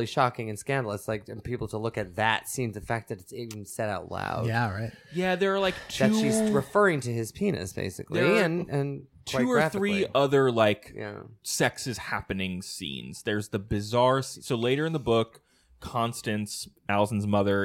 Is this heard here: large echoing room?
no